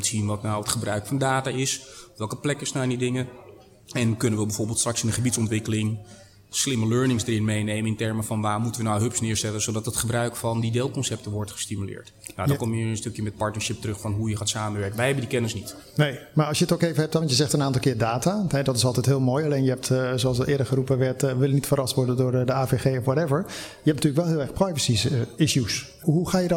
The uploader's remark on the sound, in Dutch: Een van de events op de Floriade Expo-terrein. Een live-radioprogramma vanuit de Green Innovation Hub in The Natural Pavilion.